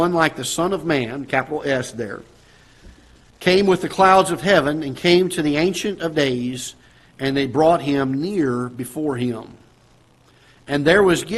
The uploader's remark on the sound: Ketha Heights Baptist Church ~ Live Broadcast